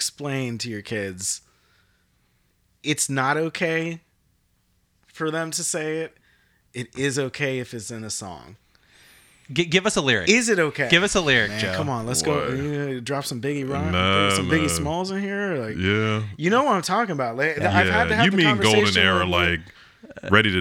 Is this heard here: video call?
no